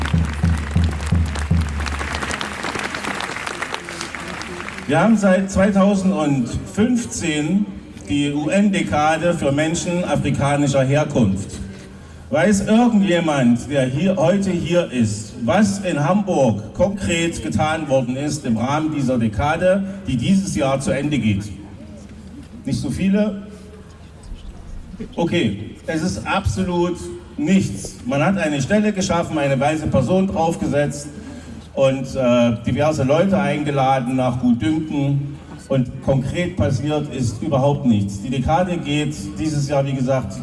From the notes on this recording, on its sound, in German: Aufgezeichneten Redebeiträgen von einer Kundgebung gegen Abschiebungen vom Hamburger Flughafen, zwei Kundgebungen in Solidarität mit einer Schwarzen Familie in Ottensen.